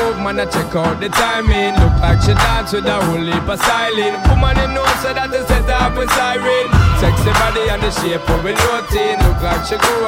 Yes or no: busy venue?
yes